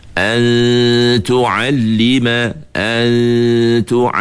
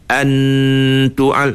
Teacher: masa antu'a itu ujung lidah jangan sentuh, cuma dekat saja. · Shown in: first take